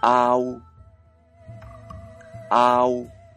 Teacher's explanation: 先に来る母音の方がはっきり発音して、後に来る母音を軽く添えるように発音するもの · Term: 二重母音